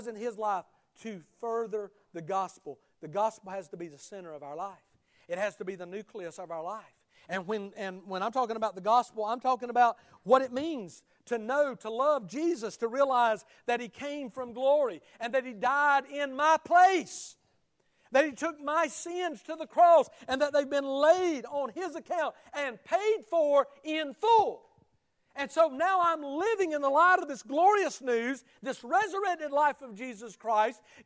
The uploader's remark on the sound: Sunday Morning Service at Liberty Baptist Church